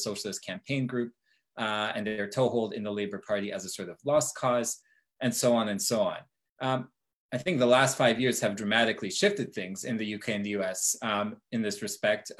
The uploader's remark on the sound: Recording of TWT and Verso's Zoom call